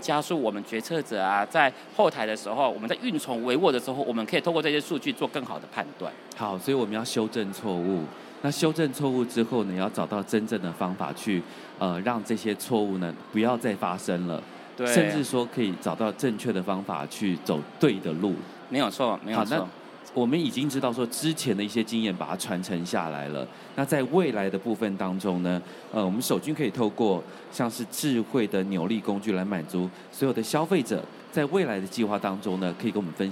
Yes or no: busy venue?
yes